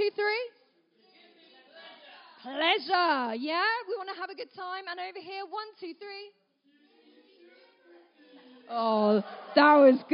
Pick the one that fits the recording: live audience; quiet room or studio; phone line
live audience